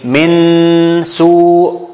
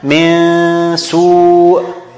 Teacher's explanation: I adopt my tongue in order to be very close to the articulation point of the next letter, of the letter following the noon · Shown in: second take · which is the letter of ikhfa in this case.